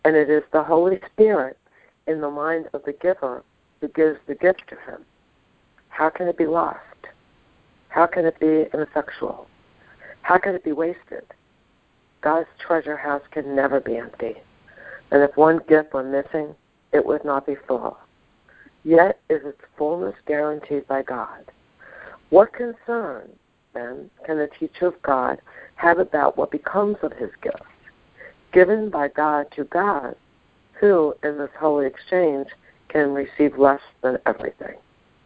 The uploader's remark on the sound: ACIM Daily TEXT Conference Call.